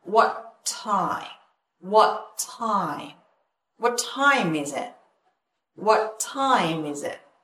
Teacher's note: mình có chữ what và time hai chữ đứng cạnh nhau mình đọc thành một thôi